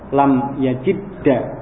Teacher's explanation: Ini untuk menghindari bertemu dua huruf yang sukun, sukun yang kedua diganti dengan fathah